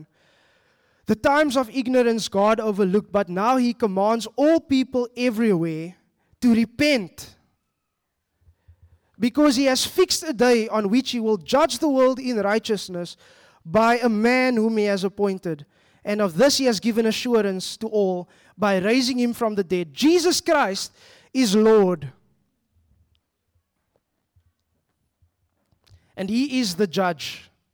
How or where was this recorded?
live audience